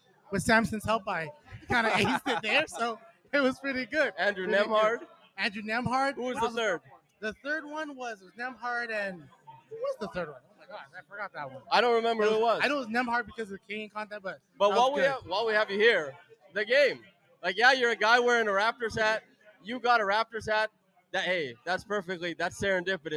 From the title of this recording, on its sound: LIVE PARTY Reaction Podcast